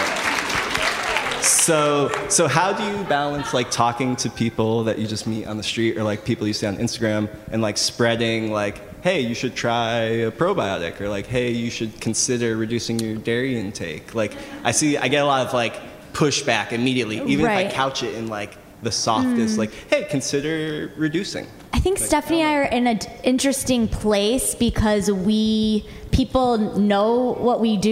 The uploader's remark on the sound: Live! from Washington D.C at The Kennedy Center. In this special live recording. The District of Comedy Festival in Washington D.C.